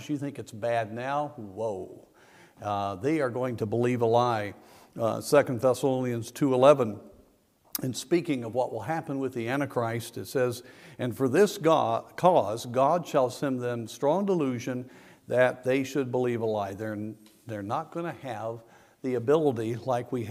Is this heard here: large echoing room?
yes